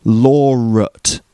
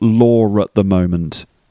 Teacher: I'm teaching first-year students of law at the moment. Law, there's a r sound between law and ut. You've got law at the moment. · Term: intrusive sound